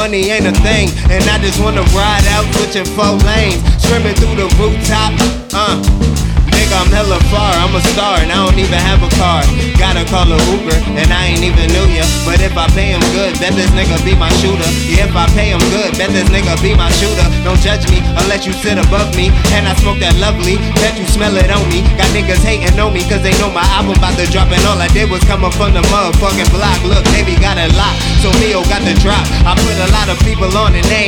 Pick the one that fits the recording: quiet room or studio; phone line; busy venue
busy venue